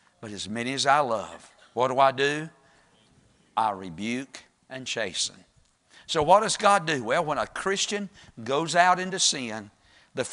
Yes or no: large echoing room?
yes